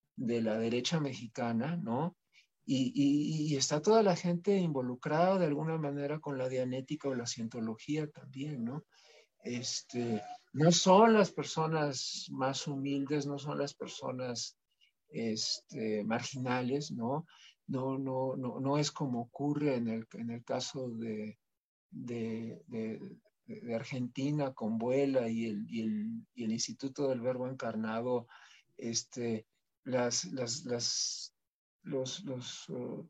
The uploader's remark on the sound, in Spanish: Se transmitió vía ZOOM y Facebook Live